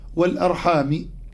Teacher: من قواعد فرش الحروف التي في سورة النساء فقط أيضا في نفس الآية في قوله تعالى واتقوا الله الذي تساءلون به والأرحام، كلمة الأرحام في الوصل روى الإمام حمزة قراءتها بخفض حرف الميم